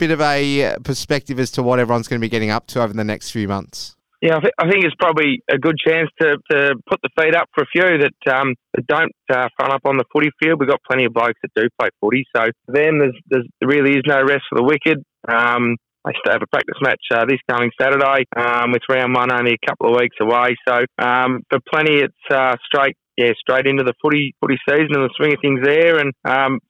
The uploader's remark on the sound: phones in to the Flow Friday Sports Show